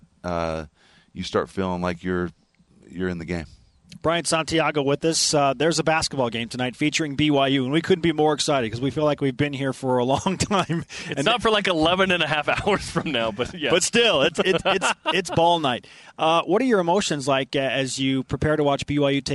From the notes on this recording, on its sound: It's men's basketball game day in Las Vegas. Live from the Orleans Arena.